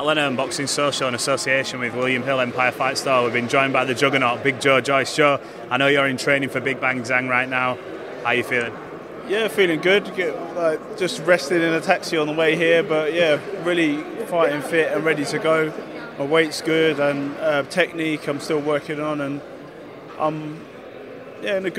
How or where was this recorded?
busy venue